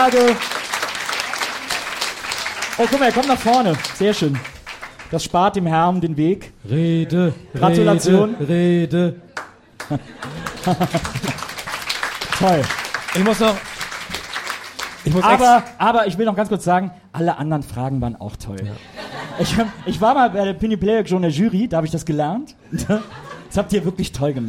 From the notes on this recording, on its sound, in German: Zum dritten Mal hat sich die bunte Tüte der Podcastwelt vor Publikum getraut.